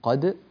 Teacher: وإذا وقفنا نقول قد ونقلقل الدال ونظهرها بشكل طبيعي